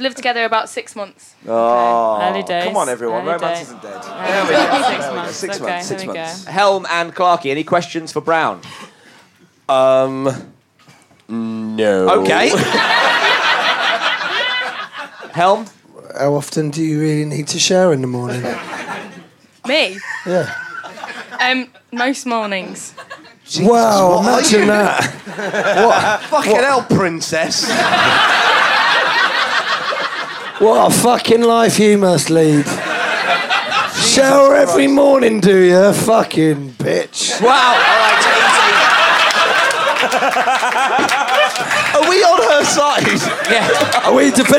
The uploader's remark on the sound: Recorded at the Pleasance during the Edinburgh Fringe 2012, this is a booze-fueled slice of chaos.